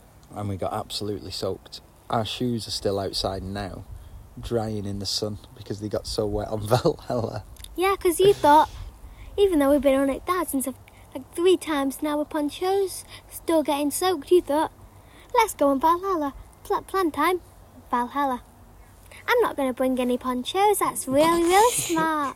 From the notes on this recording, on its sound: This episode is recorded outside so there may be some background noise. We are not professional broadcasters and this is just a girl and her Daddy having a conversation.